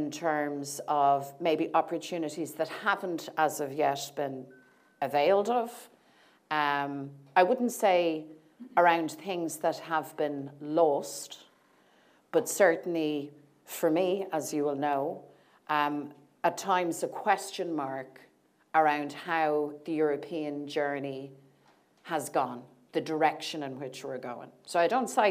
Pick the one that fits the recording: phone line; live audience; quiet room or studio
live audience